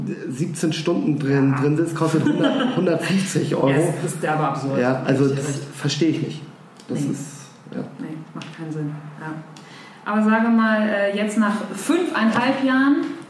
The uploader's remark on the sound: Eat.share.live - restart 2019.